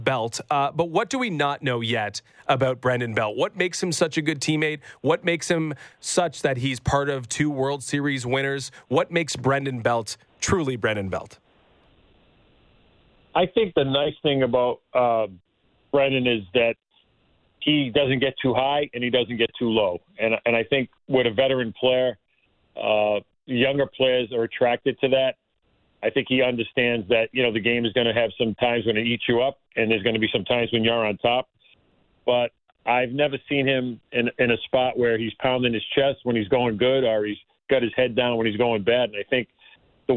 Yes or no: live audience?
no